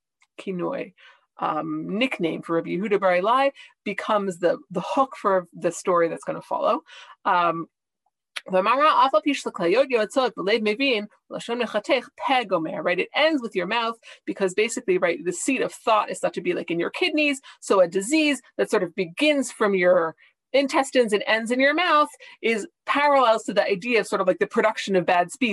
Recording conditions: video call